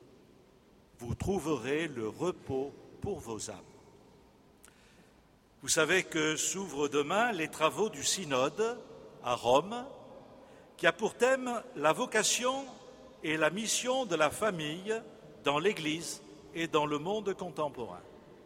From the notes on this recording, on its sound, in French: Festival des Familles. La messe du 4 octobre 2015, célébrée en la cathédrale Saint-André de Bordeaux.